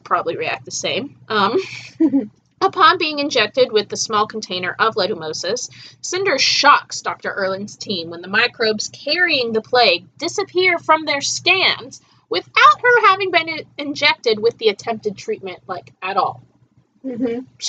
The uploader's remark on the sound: Apologies for the sound quality for most of this episode; we're trying out some new software and it's a bit fiddly.